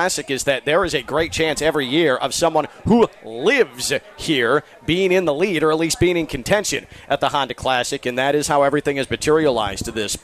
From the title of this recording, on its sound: Live from the Honda Classic